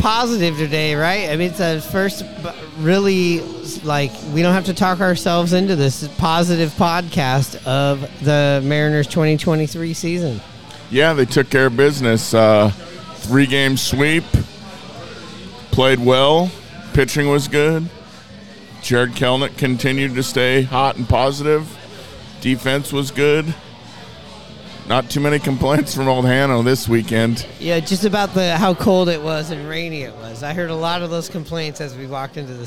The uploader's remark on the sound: Recorded at Murphy's Irish Pub on 45th. Recorded at Murphy's on 45th.